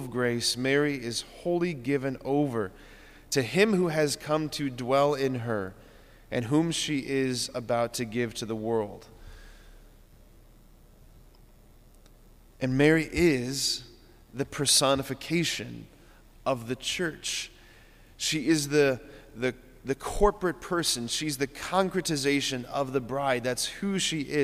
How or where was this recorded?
large echoing room